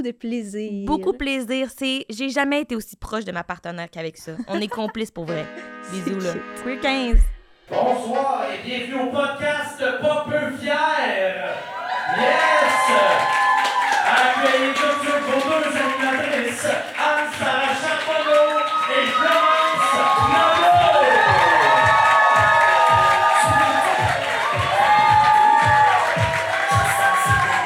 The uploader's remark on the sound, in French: LIVE à Montréal. Leur tout premier épisode devant public!